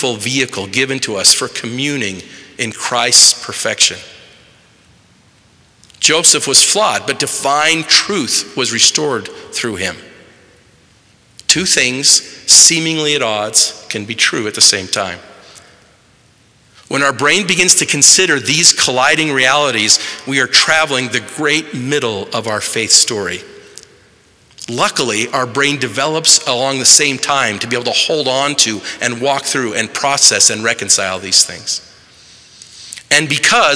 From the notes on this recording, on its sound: delivered March 21, 2023, in the Assembly Hall on Temple Square in Salt Lake City